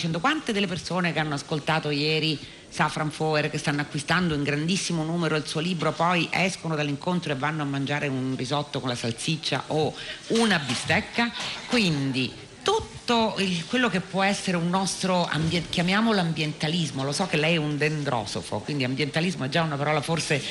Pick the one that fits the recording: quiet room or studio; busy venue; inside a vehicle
busy venue